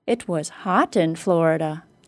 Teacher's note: Since Florida is a southern state, it is often quite hot, but the speaker thought that maybe, since it was a winter month, it would have been cooler. She used a rising pitch on the word hot to contrast the temperature she was expecting.